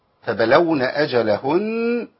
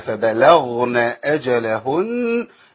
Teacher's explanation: والغين تخرج منين؟ بتخرج من ادنى الحلق · Shown in: second take